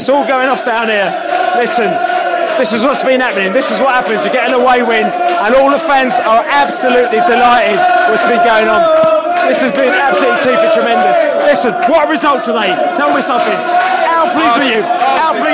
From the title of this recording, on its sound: Post-Match Podcast from the pub